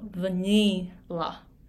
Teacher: vanilla を発音してで通じるようになるその大きなポイントっていうのはにが強くなっていること。vanilla。で、私はこのえっていうこの母音いいじゃないんです。ヴァニーラじゃないんです。ヴァニ、イ、イじゃなくて、ヴァニ、ネ、エ、エ、エっていうこのイとエの中間の発音なんですけれども、これは、イ、全くその日本語のイと同じになってしまっていて、ヴァニーラって言っても、これはこれで通じると思います。そこまでこの音っ